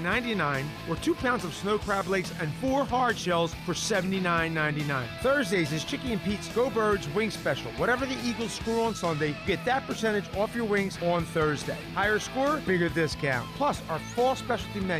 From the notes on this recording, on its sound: The Locker Room broadcasts Live from the Pool at Harrah's for the NFL Sunday Splash. NFL Sunday Splash show live from the Pool at Harrah's in AC.